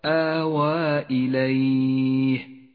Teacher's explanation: المد المنفصل في قوله تعالى آوى إليه، اخترنا قصره على حركتين